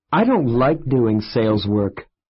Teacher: Notice how the final T in not, don't, and can't is not released.